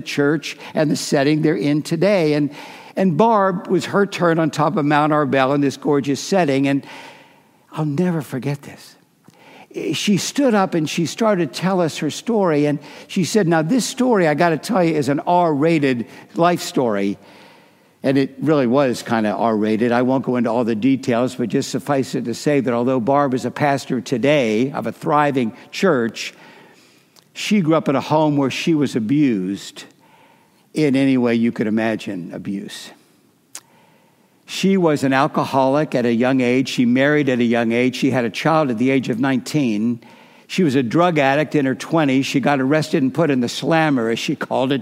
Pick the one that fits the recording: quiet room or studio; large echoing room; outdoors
large echoing room